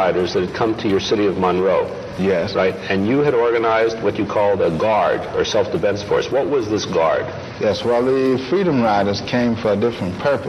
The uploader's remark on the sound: The producers apologise for the poor sound quality of this dispatch. Internet Radio broadcast (IRB).